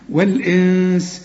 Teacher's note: والنون بتاعة الإنس لازم نخفيها ونغنها